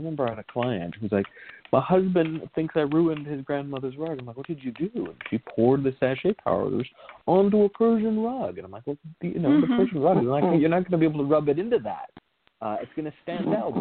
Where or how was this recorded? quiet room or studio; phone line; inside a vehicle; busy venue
phone line